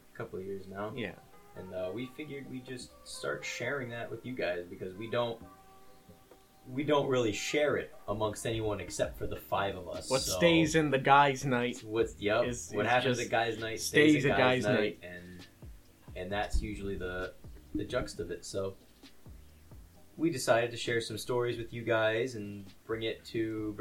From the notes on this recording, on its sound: I know the quality isn't the greatest